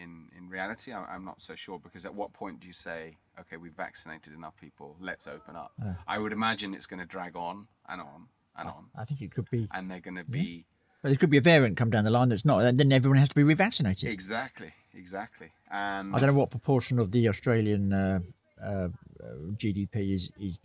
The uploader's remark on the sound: Recorded at the the first tuk tuk gathering. Recorded at the the first tuk tuk gathering.